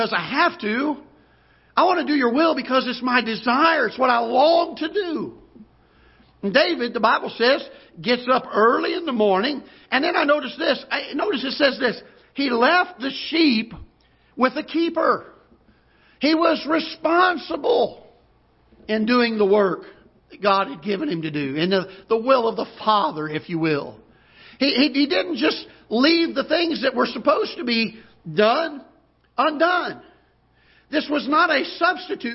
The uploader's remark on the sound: Ketha Heights Baptist Church ~ Live Broadcast